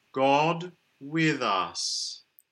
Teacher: A lovely rounded O is good on God.